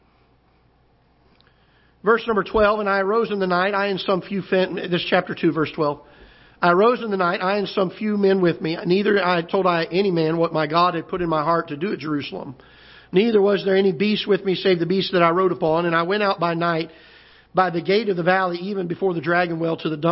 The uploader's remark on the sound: Ketha Heights Baptist Church ~ Live Broadcast.